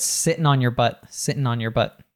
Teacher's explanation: as often happens, right, when we have these words ending in ing, we'll drop the g. So he just said sitting on, and he reduces again the your, like we saw before.